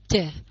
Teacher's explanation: khi phát âm á, cái phần giữa của lưỡi được dán vào cái nóc họng phía trên, rồi mình đưa xuống mình phát ra âm thanh. Và quý vị nhìn cái hình thì sẽ thấy này, cái phần giữa của lưỡi đụng vào cái phần nóc họng. · Term: âm nóc họng